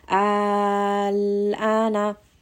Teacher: Kind of just gently ease into the lam and then follow that with the hamza. So again, this is six counts.